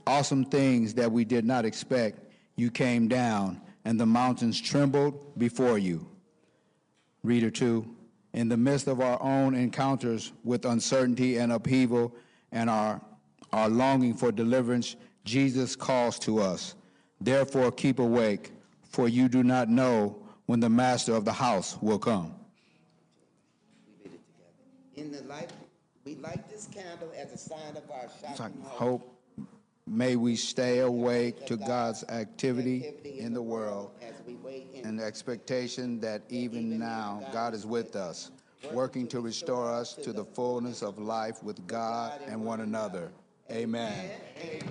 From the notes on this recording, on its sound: A special recorded live service on December 3, 2023. Join First United Methodist Church of Pacoima for a special recorded live service. We are located at 12550 Van Nuys Blvd.